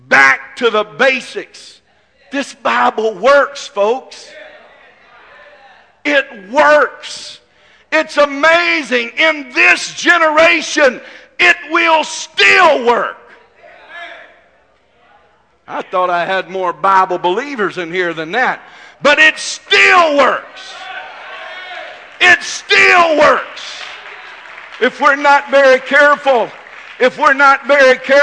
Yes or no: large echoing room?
yes